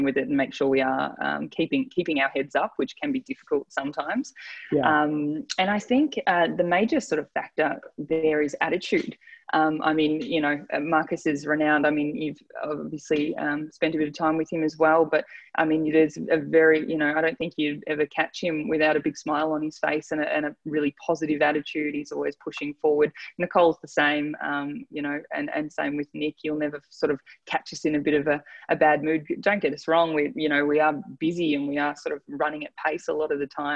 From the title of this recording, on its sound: ZOOMCAST